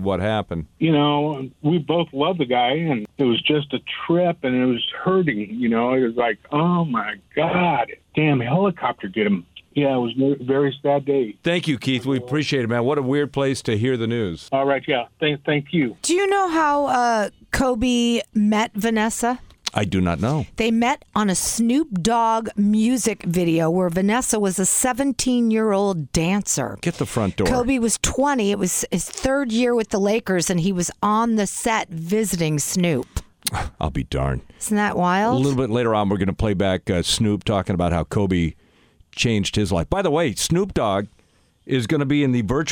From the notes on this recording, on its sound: Listeners call in to speak about where they were that day.